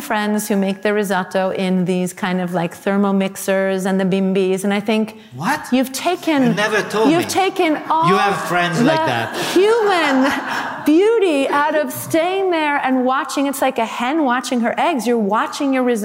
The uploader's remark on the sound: at Refettorio Felix in London for a special live recording